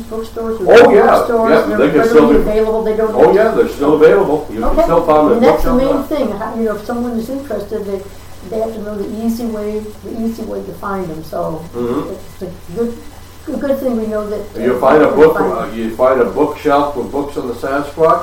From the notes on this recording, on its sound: we had some mic issues, audio is less than optimal